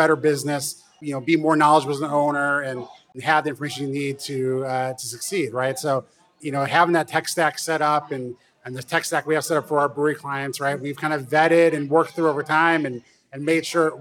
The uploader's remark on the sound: live from The Beer Temple in Chicago